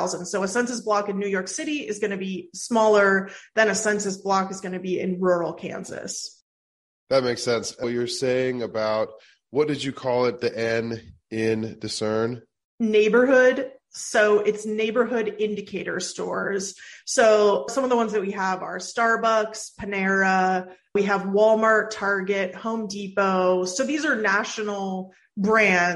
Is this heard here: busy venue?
no